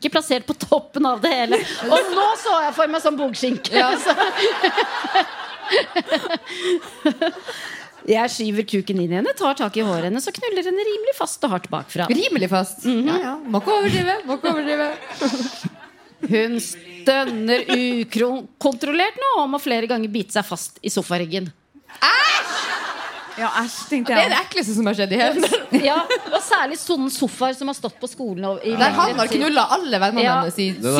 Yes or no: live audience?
yes